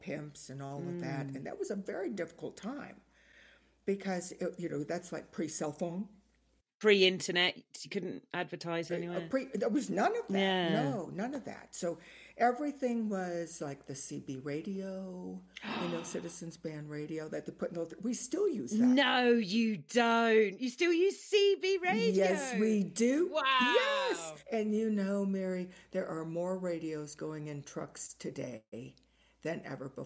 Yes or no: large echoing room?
no